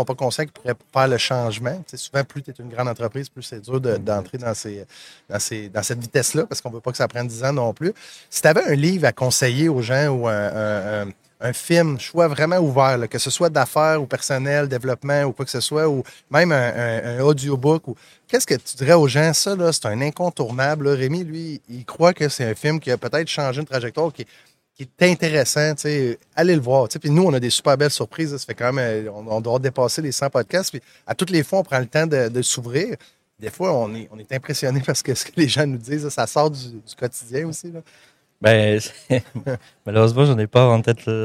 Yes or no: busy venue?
yes